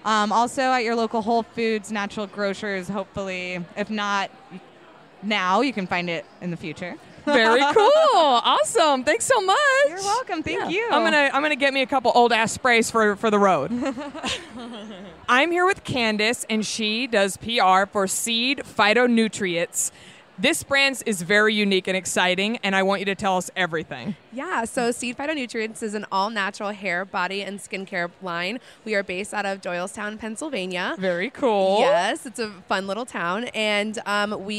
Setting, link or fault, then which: setting, busy venue